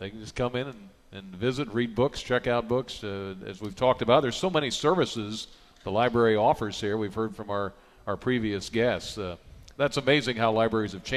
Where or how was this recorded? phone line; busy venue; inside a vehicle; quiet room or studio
busy venue